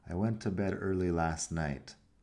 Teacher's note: no pronuncio exactamente la T en last. Ahí lo junto un poco con night y acaba siendo last night con la T no, suena.